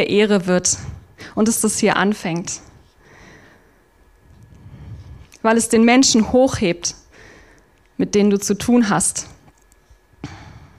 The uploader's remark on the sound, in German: Abendmahls-Gottesdienst. Oktober 2023 aus der Freien evangelischen Gemeinde Augsburg-Mitte.